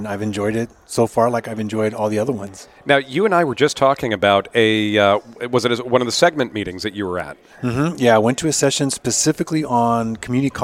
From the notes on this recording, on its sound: We’re on the road again with the Higher Edge Mobile Podcasting Rig! This week, we’re headed to sunny California and the floor of the California Association of Institutional Research “CAIR” Conference 2022 in La Jolla, California.